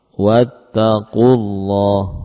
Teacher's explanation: Justru wawunya kita hapuskan secara lafal.